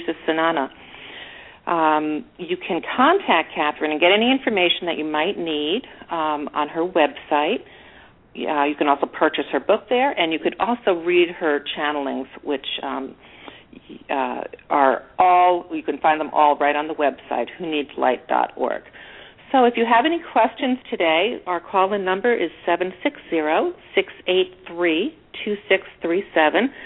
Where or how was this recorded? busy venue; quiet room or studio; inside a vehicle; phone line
phone line